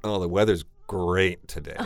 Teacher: They're being sarcastic, but their voice will also be going down.